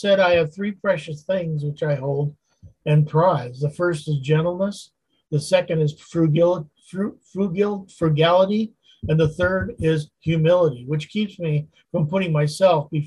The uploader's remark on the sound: Continues his Wednesday Zoom study in Galatians chapter 5.